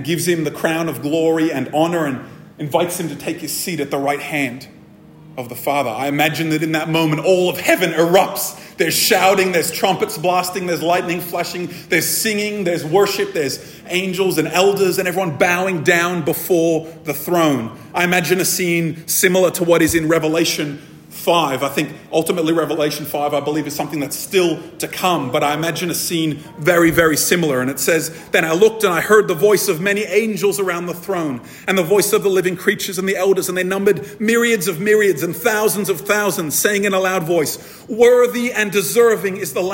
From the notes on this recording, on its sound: This episode was recorded at a Thrive Community gathering